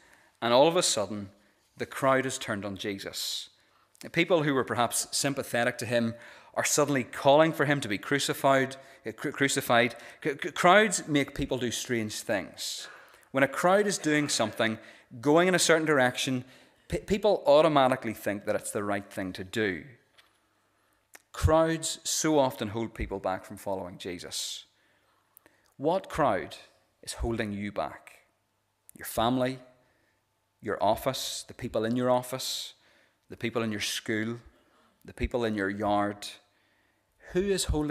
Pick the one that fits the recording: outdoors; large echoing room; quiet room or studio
large echoing room